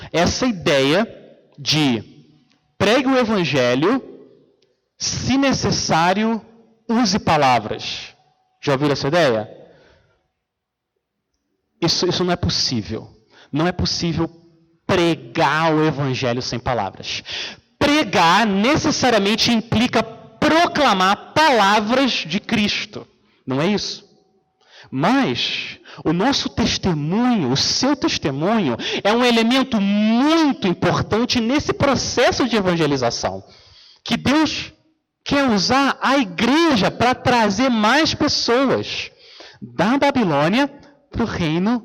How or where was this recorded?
large echoing room